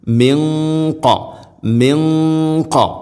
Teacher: മിൻഖബ്ലിക്കും, സാക്കിന നൂന് ശേഷം ഖാഫ് ഇഖ്ഫാവും ബിഗുന്ന അവ്യക്തമാക്കി മണിക്കണം